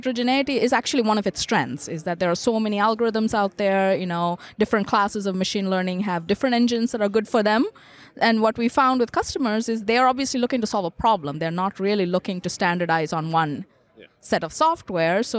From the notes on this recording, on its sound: Sit down at the Spark+AI Summit in San Francisco, sponsored by DataBricks.